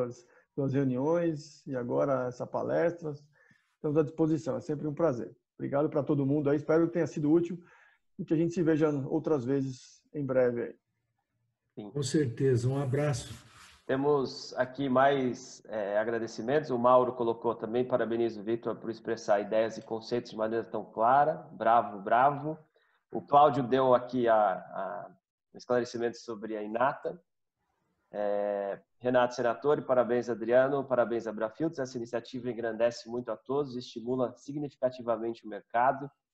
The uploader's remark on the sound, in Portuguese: Programa gravado em 28/05/20 via ZOOM.